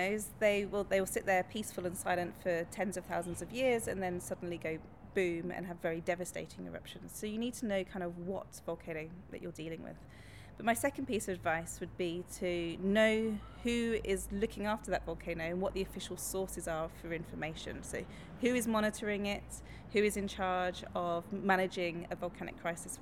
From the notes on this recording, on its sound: meets three vulcanologists at Cheltenham Science Festival